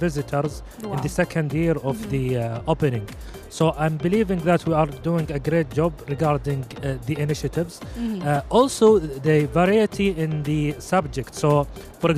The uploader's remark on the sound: Live at SIBF 2023